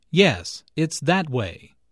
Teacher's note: Notice the stress on that.